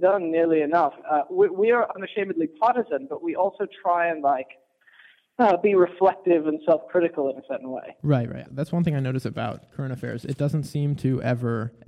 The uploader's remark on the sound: phone call with Current Affairs magazine